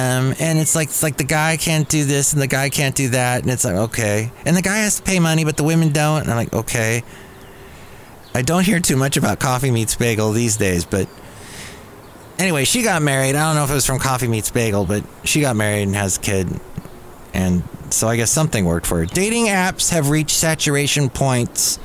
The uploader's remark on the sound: podcasts live from Café Anyway